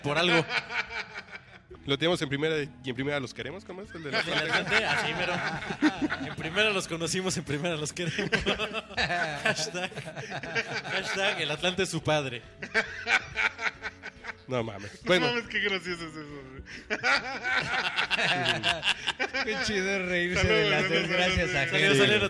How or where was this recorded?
busy venue